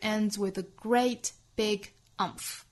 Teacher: great 后面的 t 略掉，big 和后面的 umph 是可以做连读的，但是我们这里面强调了 umph 这个词，我们讲到强调哪个词重读哪个词，在这个词的前后可以有停顿， big 后面停顿一次再发很重的 umph